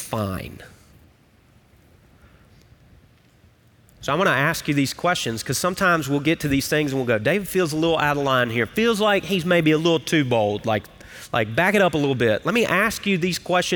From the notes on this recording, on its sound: Recorded live at Brookwood Church.